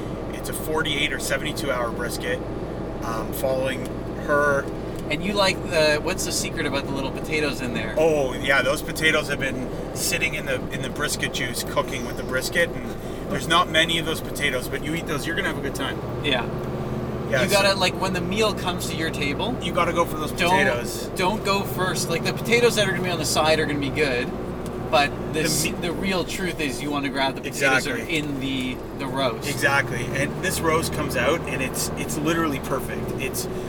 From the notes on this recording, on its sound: Driving up to Fireside. On our drive from Toronto up to the Fireside location - Camp Walden, Palmer Rapids.